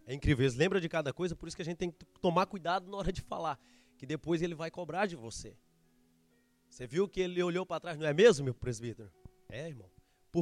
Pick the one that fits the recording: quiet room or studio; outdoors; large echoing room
large echoing room